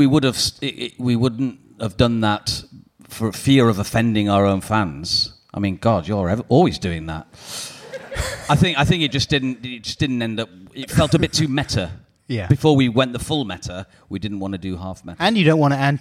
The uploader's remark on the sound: Conversation recorded in front of an audience at the London Podcast Festival.